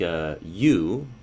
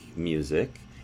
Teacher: we might feel that we say you, that we're entering into that approximate zone of turbulence, whereas on music, we don't manage to get our articulators close enough to make that happen · Term: yod